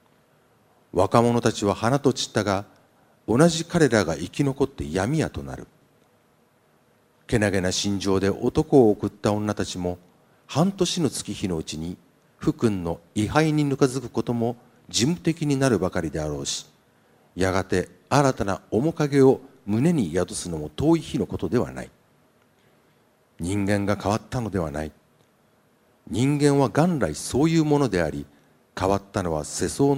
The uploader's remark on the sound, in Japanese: 昨年の秋全国3カ所で行われた「FM FESTIVAL 2015 未来授業 明日の日本人たちへ」の公開授業